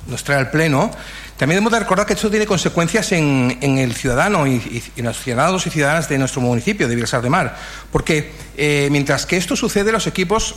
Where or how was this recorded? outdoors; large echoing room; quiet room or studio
large echoing room